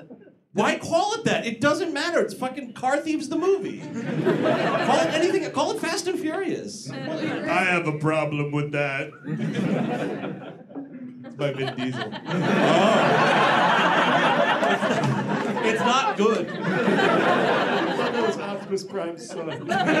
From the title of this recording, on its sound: Live in D.C.